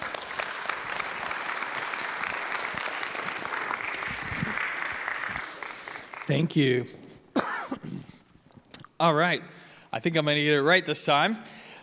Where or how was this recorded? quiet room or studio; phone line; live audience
live audience